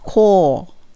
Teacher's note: call の時は l で終わるので歯の裏でベロを当てて音が止まる感じになります